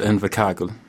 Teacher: we pronounce our R's in the back of our throat, so they call it the rolling R, the Southland R